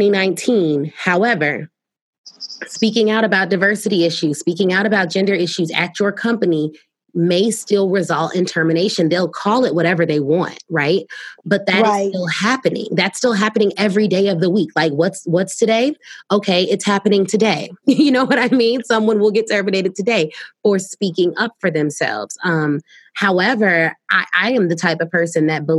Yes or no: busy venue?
no